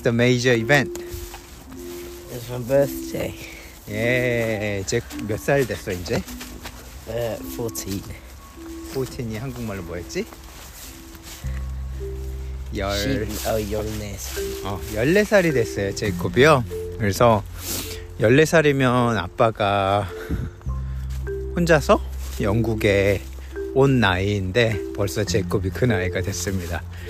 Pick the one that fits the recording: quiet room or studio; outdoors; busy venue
outdoors